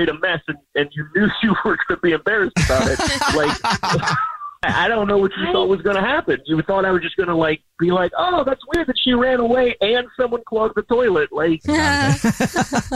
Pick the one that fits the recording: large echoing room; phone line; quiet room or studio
phone line